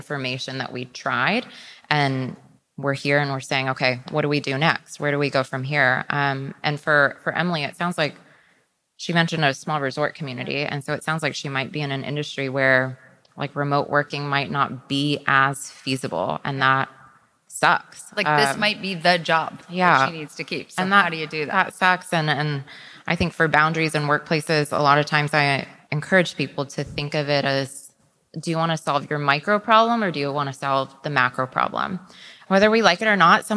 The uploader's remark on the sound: Live from SXSW EDU. In front of an excellent crowd.